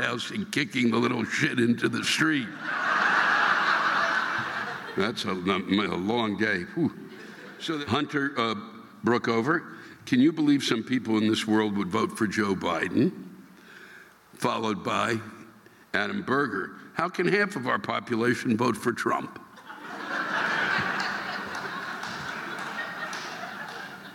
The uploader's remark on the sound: The live rants this week come from the Peoples Bank Theater in Marietta, Ohio and the Durham Performing Arts Center in Durham, North Carolina.